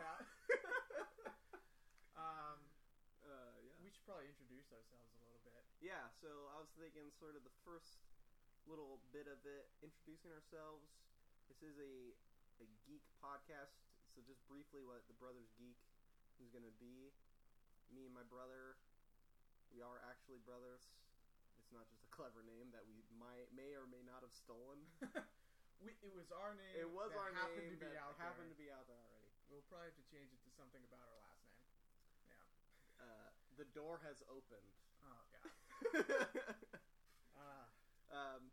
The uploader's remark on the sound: Sorry about the low audio